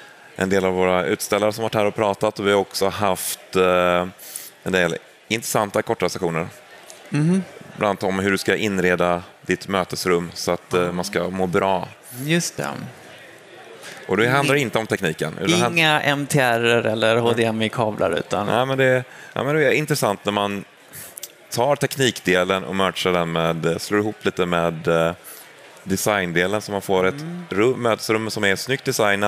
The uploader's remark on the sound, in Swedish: Live från Teamsdagen 2023